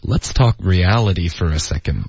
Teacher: 后面 for 啊，我们会弱读 for 发成 fur